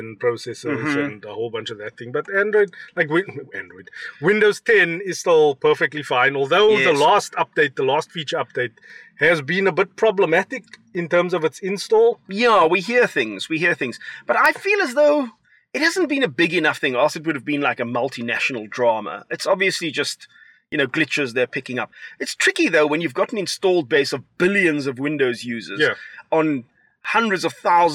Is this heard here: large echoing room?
no